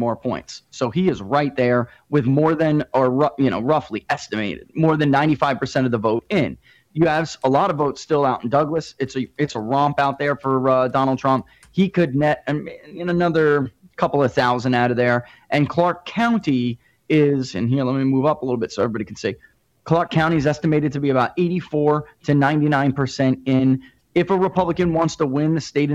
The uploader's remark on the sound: call in with their reactions